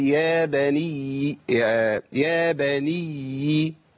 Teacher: لو وقفت عليها أقف عليها بياء بزمن حرفين · Term: ياء مشددة